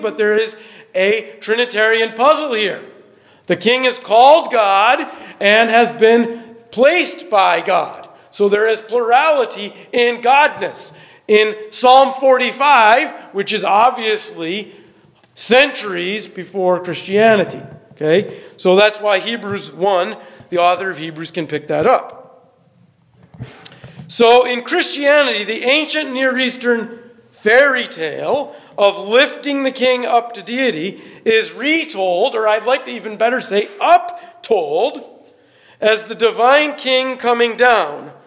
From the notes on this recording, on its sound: The sixth plenary talk from our conference, The Good Worth Fighting. The sixth plenary talk from our conference, The Good Worth Fighting.